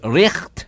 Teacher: the guttural sound for the ght, as in right, being pronounced richt